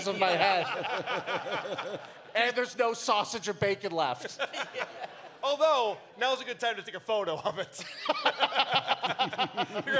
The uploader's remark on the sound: Live in Detroit II. We were back in Detroit last night with a live show at the Magic Bag.